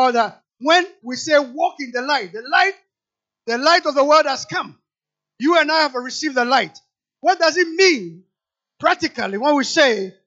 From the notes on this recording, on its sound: Sermon preached at CBC Adabraka Campus